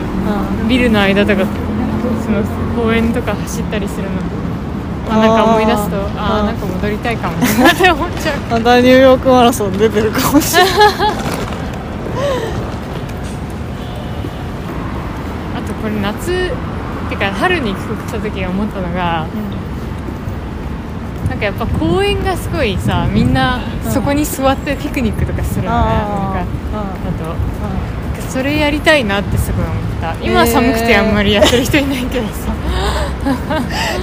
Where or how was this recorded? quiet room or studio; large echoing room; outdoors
outdoors